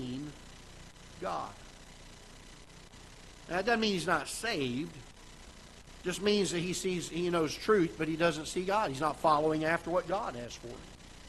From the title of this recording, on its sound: Ketha Heights Baptist Church ~ Live Broadcast